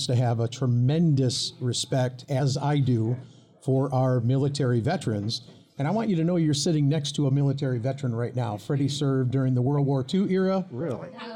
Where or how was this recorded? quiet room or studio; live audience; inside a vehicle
live audience